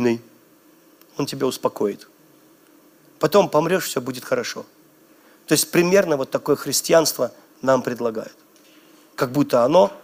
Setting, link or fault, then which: setting, large echoing room